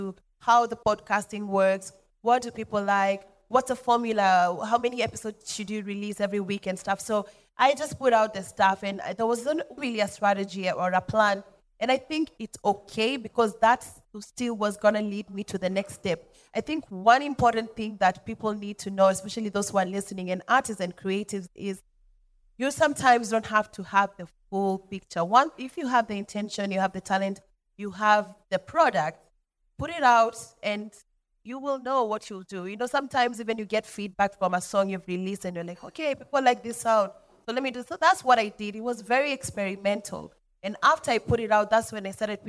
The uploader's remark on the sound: Here is the first conversation recorded at VIP ACCESS Podcast's first live recording and pop-up event (Dec 3 2023).